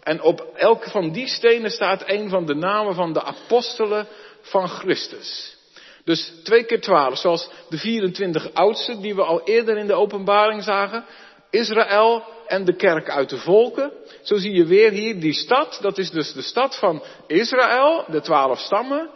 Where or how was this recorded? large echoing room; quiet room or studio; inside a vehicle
large echoing room